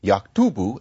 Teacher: So you have this prefix, Ya, the K and the T jammed together.